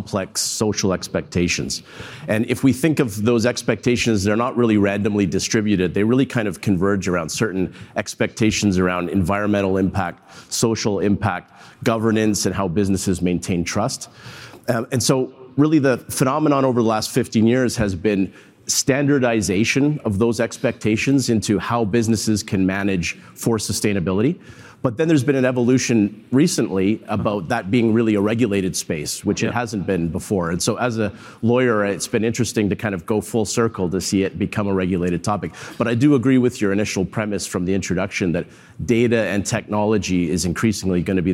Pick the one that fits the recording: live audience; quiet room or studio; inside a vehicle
live audience